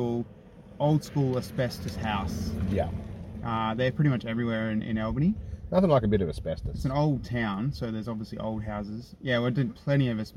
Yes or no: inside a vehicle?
yes